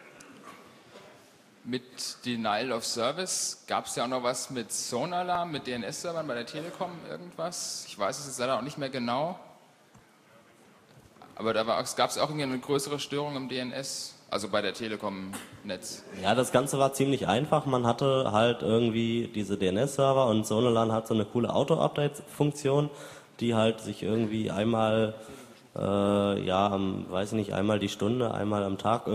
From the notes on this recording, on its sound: Moderated Audience Discussion